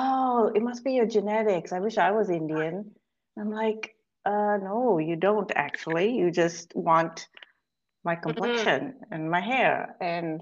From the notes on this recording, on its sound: a little bit of a rough go with some technical difficulties